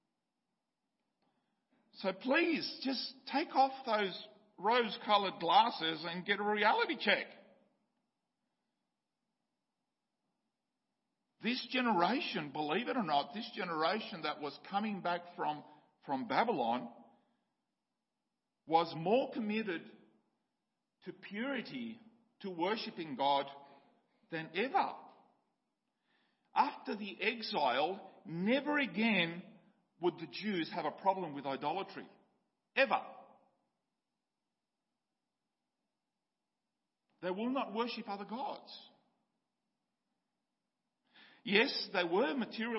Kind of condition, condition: setting, large echoing room